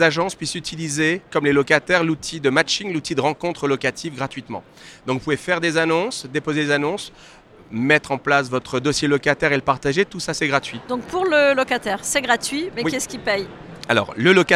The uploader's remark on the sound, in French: Cet épisode a été enregistré en live du RENT.